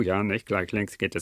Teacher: Im Norden, wo ich herkomme, sprechen sehr viele Leute mit gehobenem Kehlkopf.